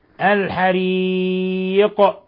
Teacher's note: الوقف على القاف بالقلقلة